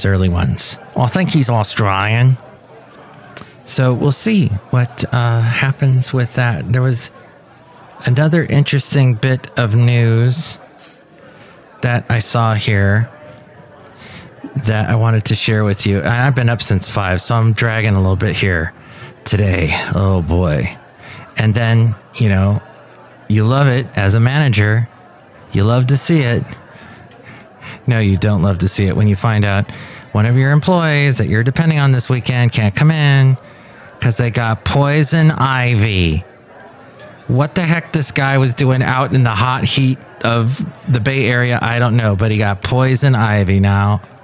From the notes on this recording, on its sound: podcasts live from Café Anyway